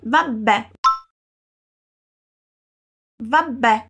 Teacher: Derivata da va bene, va più troncamento di bene, enfatizzando il suono iniziale raddoppiando la B e mettendo un accento sulla E